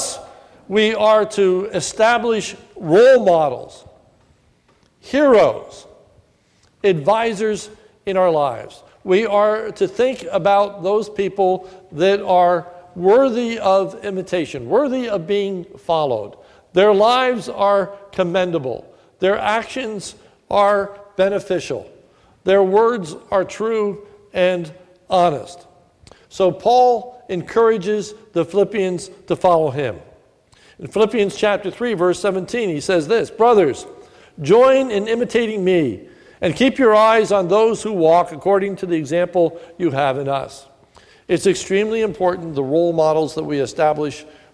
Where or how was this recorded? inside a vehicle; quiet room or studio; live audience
live audience